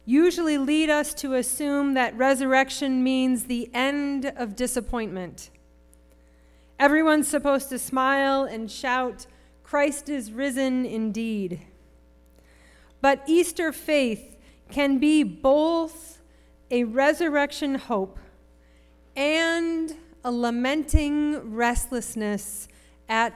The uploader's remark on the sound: Sermon preached at RCHP on April 23, 2023.